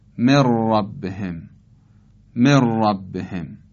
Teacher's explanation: یا حرف ر در عبارت من ربهم خونده میشه مر ربهم، مر ربهم. نون رو نمیخونیم، در مقابل حرف ر رو مشدد میکنیم · Term: ادغام